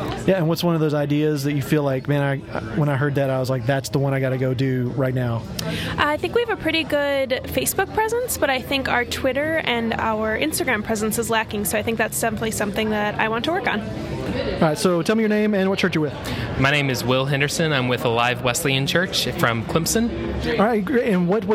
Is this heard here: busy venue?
yes